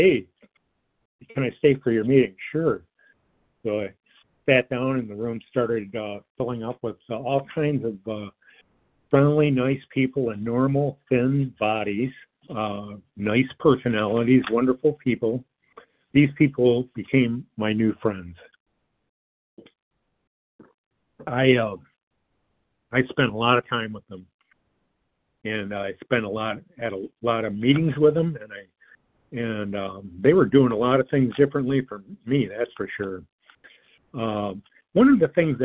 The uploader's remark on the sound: 100 Pounders Phone Meeting